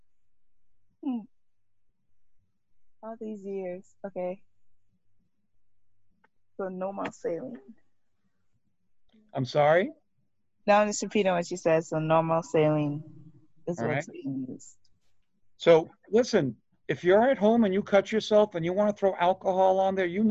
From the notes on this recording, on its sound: Online Session Audio.